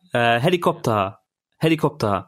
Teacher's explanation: The ta character at the end is kind of elongated